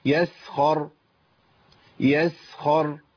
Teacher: عندي الراء هنا ساكنه، قبلها خاء، يبقى عندي الراء هنا تفخم